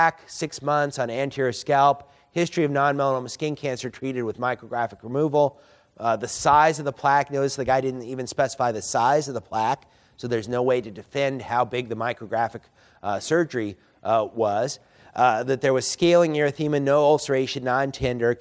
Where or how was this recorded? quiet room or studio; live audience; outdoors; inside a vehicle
live audience